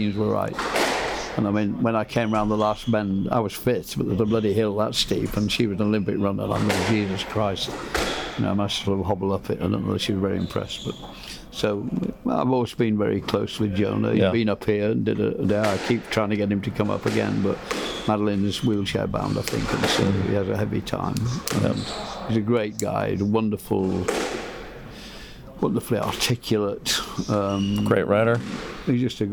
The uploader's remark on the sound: Takes Outside The Glass into a betting shop in Pontefract to put a wager down.